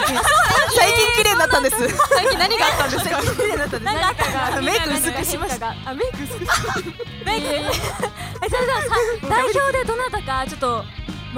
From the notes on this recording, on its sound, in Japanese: BPM×会心ノ一撃アライアンスライブ（コラボライブ）で行ったトークコーナーの模様をお届けします。公開収録パート。